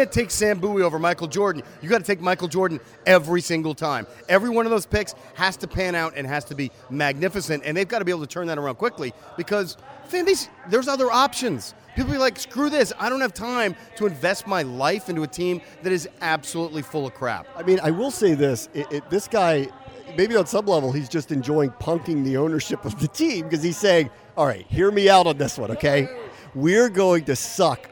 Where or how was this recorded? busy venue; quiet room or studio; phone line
busy venue